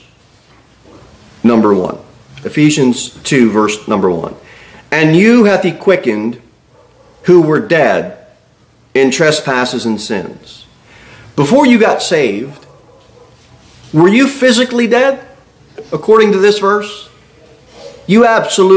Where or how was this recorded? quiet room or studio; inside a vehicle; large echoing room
large echoing room